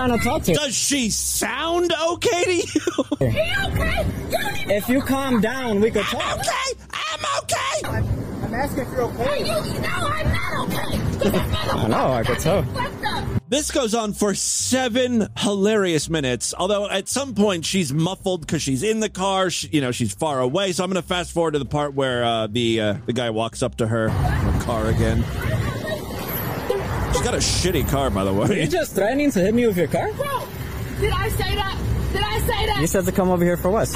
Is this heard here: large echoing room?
no